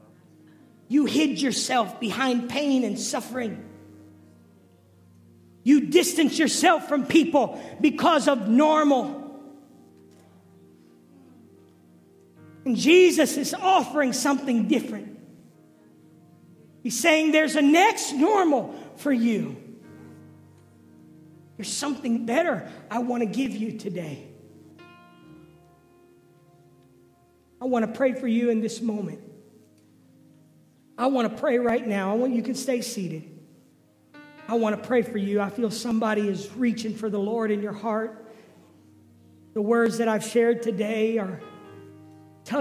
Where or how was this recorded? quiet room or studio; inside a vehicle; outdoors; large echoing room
large echoing room